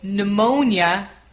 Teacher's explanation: Right, this word begins with a P and then an N. Again, we don't pronounce the P. We start the word with an N. We say pneumonia, even though we have a P at the beginning. · Term: silent P